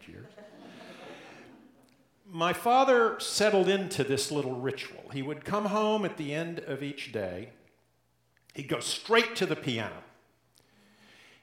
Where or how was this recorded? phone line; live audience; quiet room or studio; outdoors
live audience